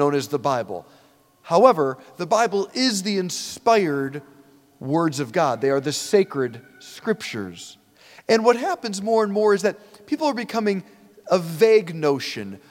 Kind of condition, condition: setting, large echoing room